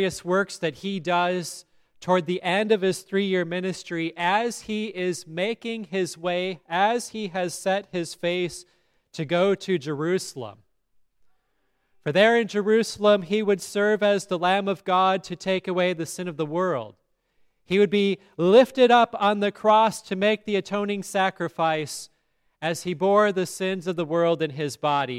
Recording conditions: large echoing room